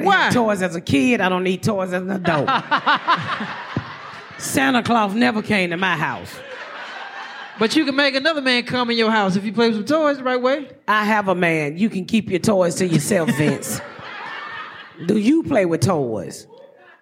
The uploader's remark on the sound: Joining us live on the stage